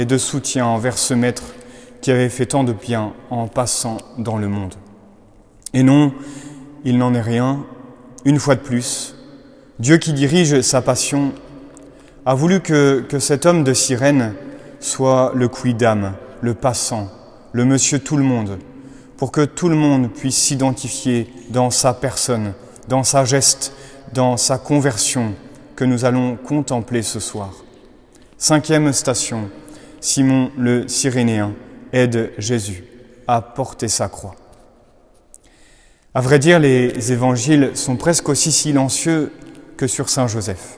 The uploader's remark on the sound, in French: Conférences de Carême de la Collégiale Saint-Just (Lyon)